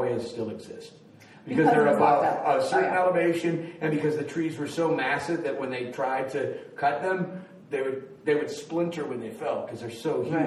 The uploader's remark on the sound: Joins us for our last live show from Boise’s Storyfort literary festival.